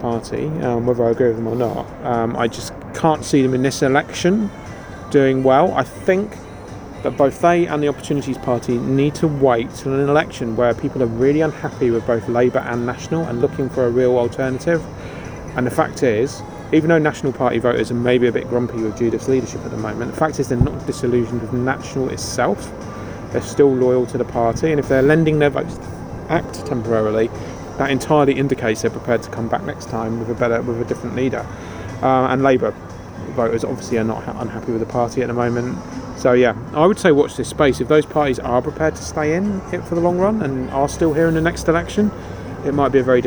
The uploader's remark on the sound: It was recorded in the backyard of a pub, so there is a bit of background noise that we just couldn’t filter out.